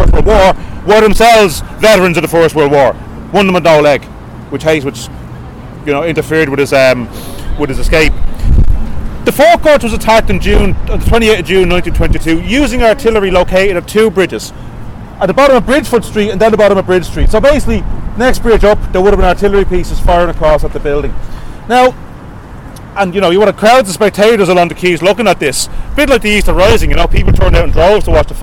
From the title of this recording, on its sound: Dublin Revolutionary Walking Tour